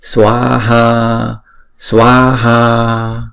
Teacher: Chữ swaha này là hai âm và mỗi âm là hai nhịp.